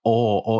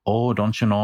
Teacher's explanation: in Minnesota, when you pronounce the vowel O, it's like, oh, it's like way back there. Like, your tongue is so far back in your mouth.